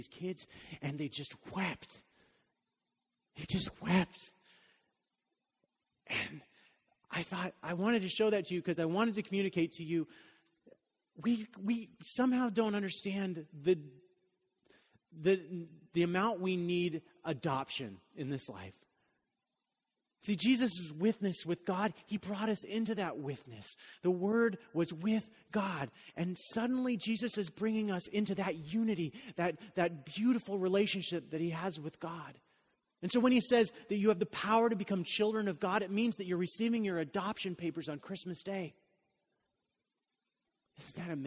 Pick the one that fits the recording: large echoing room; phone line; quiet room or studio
large echoing room